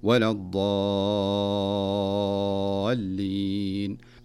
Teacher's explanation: أعطي الألف مدها وهو 6 حركات، وحقق اللام المشددة من غير إطالة زائدة